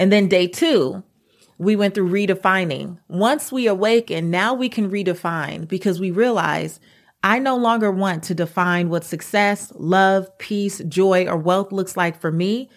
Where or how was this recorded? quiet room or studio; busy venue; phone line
quiet room or studio